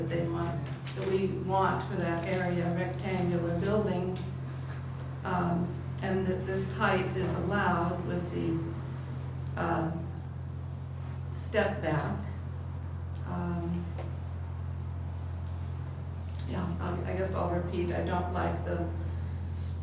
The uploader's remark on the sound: Live recording of the Oct 9 Astoria Design Review Committee meeting